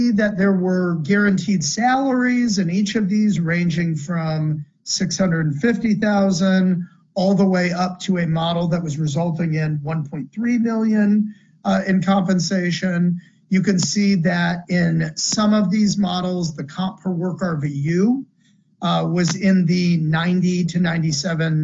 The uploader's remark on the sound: originally recorded as a webinar for the American Association of Provider Compensation Professionals (AAPCP) on January 9, 2024